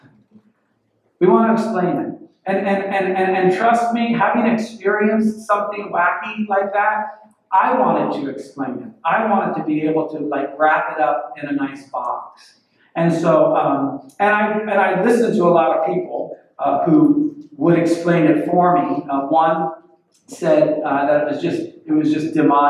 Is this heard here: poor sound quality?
yes